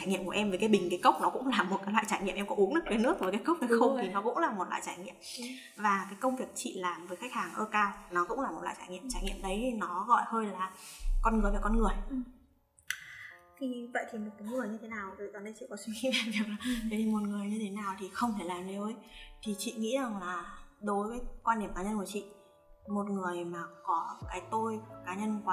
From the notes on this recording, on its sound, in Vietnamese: Chuyển Bánh sẽ cải thiện chất lượng âm thanh ở những tập sau! Rất xin lỗi các bạn nghe vì chất lượng âm ở những phút đầu chưa được hoàn hảo!